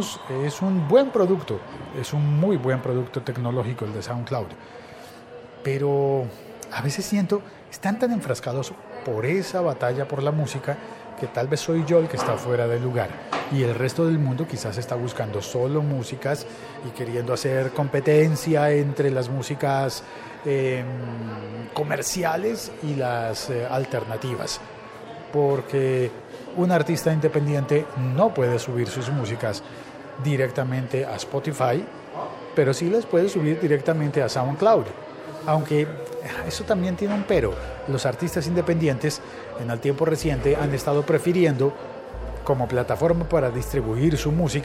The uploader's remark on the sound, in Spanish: De fondo se oye la reunión de gente en la plaza para ver la transmisión desde La Habana de la firma de los acuerdos de paz para Colombia.